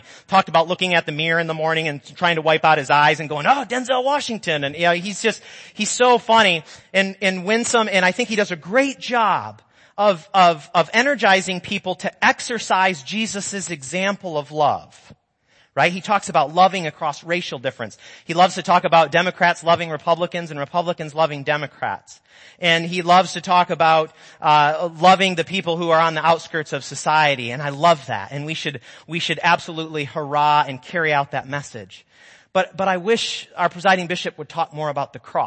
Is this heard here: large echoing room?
yes